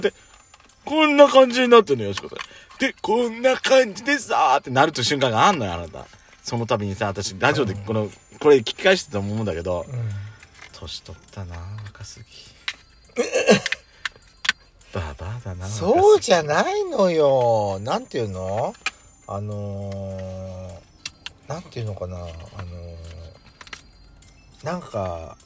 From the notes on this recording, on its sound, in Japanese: パーキング収録